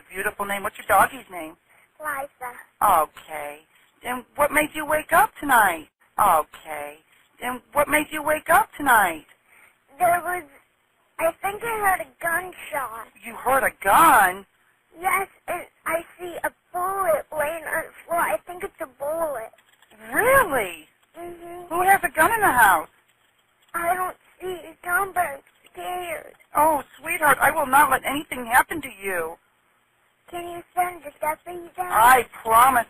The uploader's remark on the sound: FULL 911 CALL